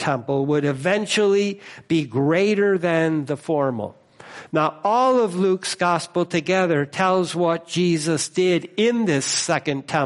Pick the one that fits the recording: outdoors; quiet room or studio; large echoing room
large echoing room